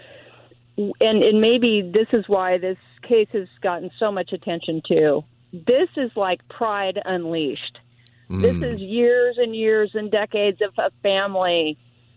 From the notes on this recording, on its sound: Callers also call in to share what is on their mind on this open phone Friday.